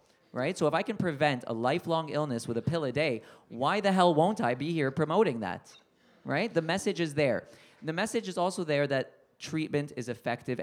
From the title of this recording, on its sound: Beside The Point LIVE